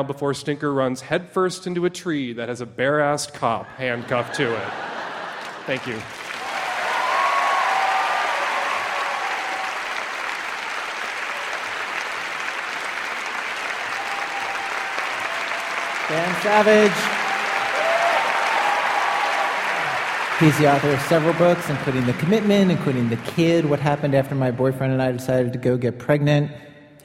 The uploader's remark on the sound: Stories recorded during our 2007 live tour. Went on the road with us to New York, Boston, Minneapolis, Chicago, Seattle, and Los Angeles; and performed brand-new stories in front of sold-out audiences.